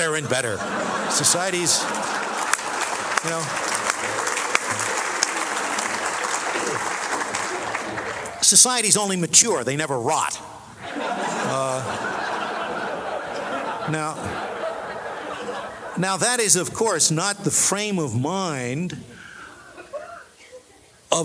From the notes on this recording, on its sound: The Acton Institute's 7th Annual Dinner in Grand Rapids, Michigan. His remarks to those gathered at Acton's Annual Dinner.